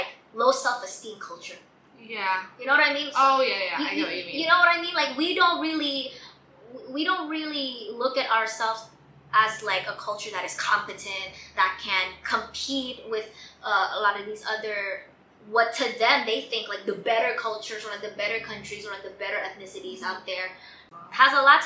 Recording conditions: poor sound quality